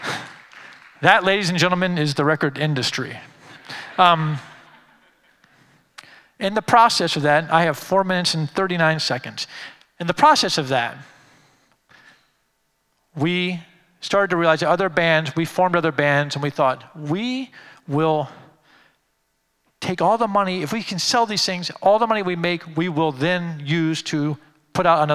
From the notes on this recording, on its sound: Creative Time Summit DC: Occupy the Future. Keynote speaker at our 2015 Summit, Occupy the Future, which took place in Washington, D.C.